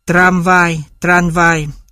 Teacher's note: M và V là hai phụ âm môi, để cho khác nhau, M được chuyển thành N là âm lưỡi. · Term: hiện tượng dị hóa